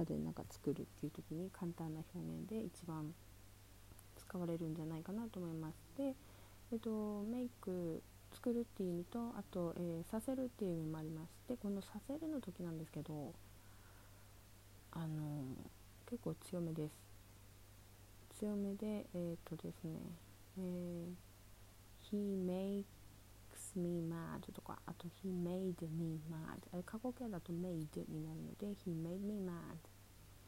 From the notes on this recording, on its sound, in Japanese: 音声小さいです、すみません。BGMないです。こっそりひっそり録りました（笑）。